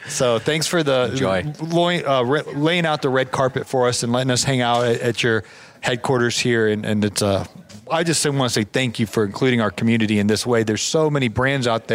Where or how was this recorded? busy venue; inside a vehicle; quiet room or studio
busy venue